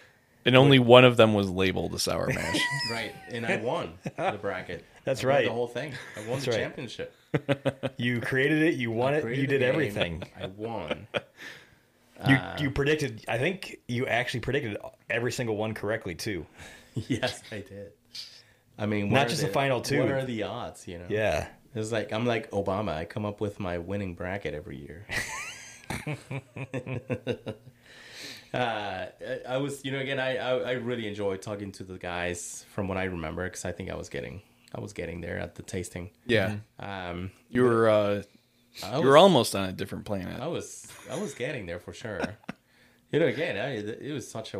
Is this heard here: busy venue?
no